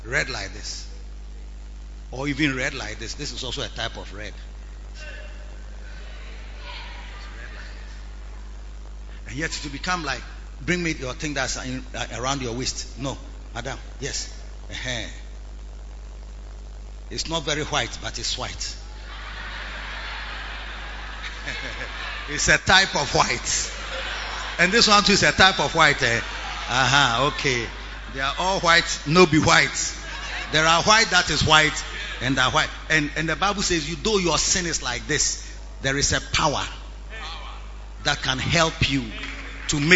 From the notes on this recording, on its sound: Preached at the Lighthouse Chapel Int.